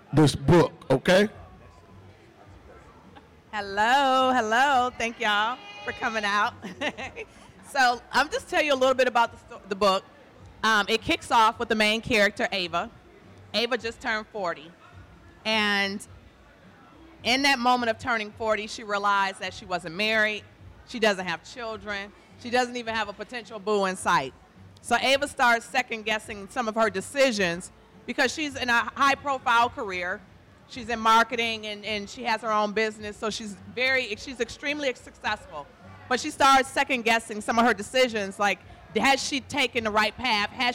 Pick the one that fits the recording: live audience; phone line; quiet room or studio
live audience